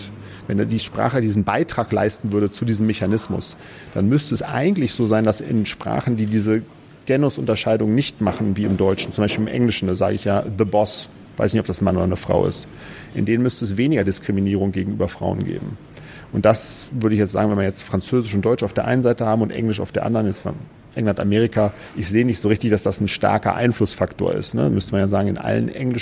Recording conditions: busy venue